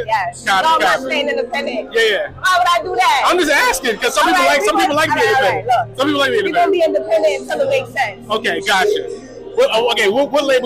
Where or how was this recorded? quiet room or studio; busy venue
busy venue